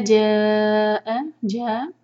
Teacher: چار حرکہ مد متصل ہے یہ